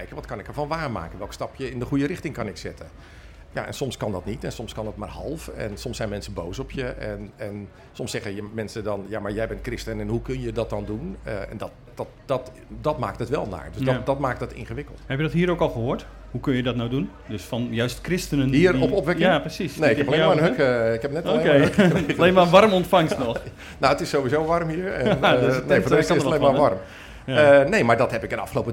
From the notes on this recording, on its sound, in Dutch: Speciale aflevering vanaf pinksterconferentie Opwekking. Live publiek.